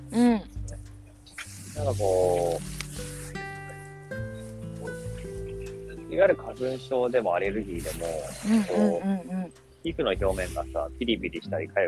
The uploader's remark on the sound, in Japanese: 2人で屋外収録